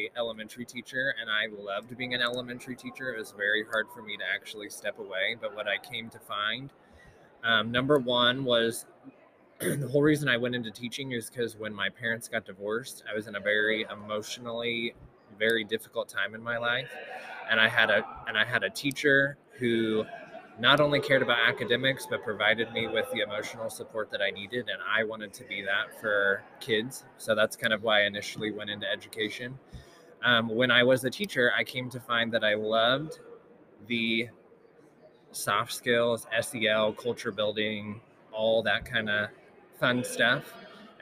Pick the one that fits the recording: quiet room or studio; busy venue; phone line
busy venue